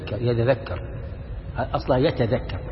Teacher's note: قلبت التاء ذالا ثم أدغمت الذال بالذال · Term: إدغام